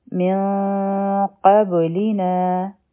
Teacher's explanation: بیا دی من قبلینا، میم او نون به یو ځای شي، او قاف چې دی دا غټ حرف دی، نو دلته کې به مونږ اخفا کو او غټه اخفا به کو د قاف په وجه، نو دا به شي من قبلینا.